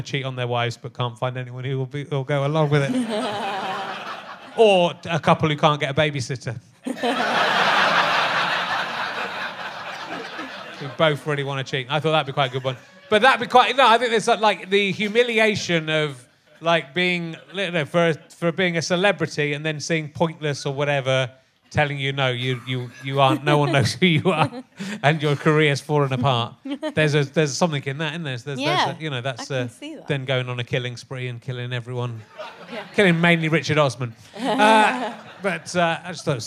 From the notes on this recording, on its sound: chats with a secretive journalist in his audience